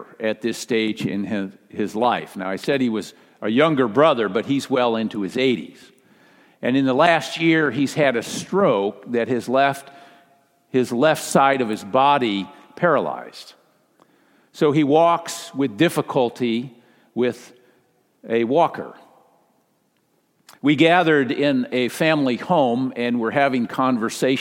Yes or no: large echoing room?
yes